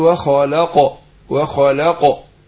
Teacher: القاف هنا مقلقلة إيه مقلقلة لأن ساكنة